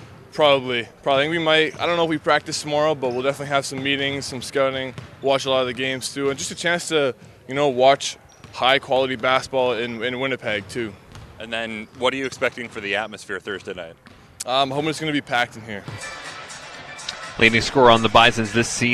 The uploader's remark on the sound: Live from IGAC for the Canada West Mne's Basketball Championship, hosted by the U of M.